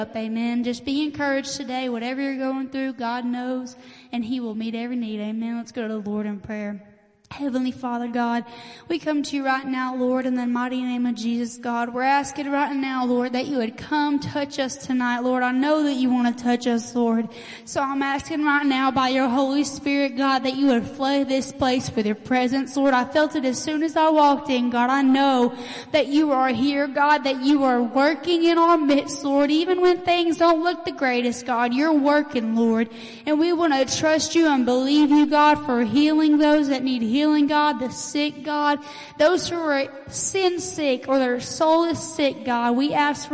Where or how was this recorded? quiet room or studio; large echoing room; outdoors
large echoing room